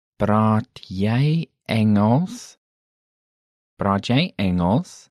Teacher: Note the rising intonation